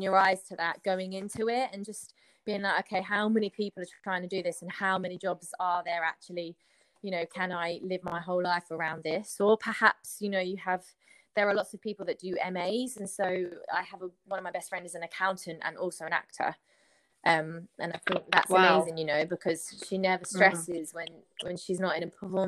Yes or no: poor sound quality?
yes